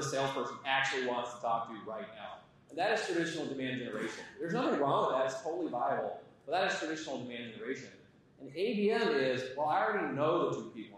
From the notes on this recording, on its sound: Audience Q&A.